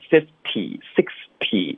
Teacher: 虽然它音标写的都是 T 特的音,fifty, sixty,实际上呢我们一般都会把它浊化成的，然后这个发音就会更简单一点了。你可以通过一个特的音一个的的音能区分开对方是说哪一个。如果你的重音听得不清楚，或者对方的重音发得比较弱，我们可以从一个特的音或者一个的音来判断到底说的是哪一个。OK，那这里就是 50bucks，这个 D 肯定就是50的 D。OK，因为你想说15呢不可能发一个的的音15 50。OK 啊，老师在今天的这个知识点里给我们很重要的提点了哈，十五、五十，什么十六、六十、十七、七十，反正这些十几的单词和那个几十的单词